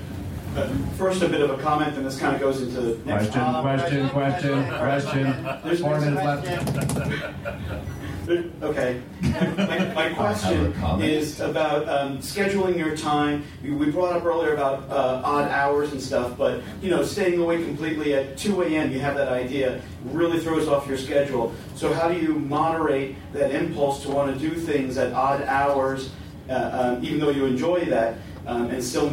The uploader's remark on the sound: Recorded aboard the Freedom of the Seas Royal Caribbean ship for JoCo Cruise Crazy 3. Volunteered to record this panel.